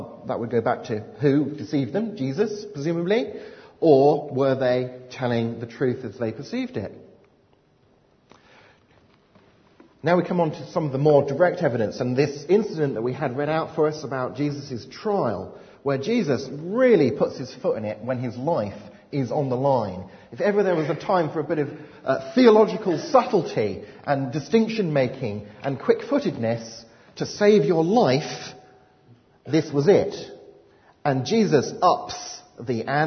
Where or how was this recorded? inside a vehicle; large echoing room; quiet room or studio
large echoing room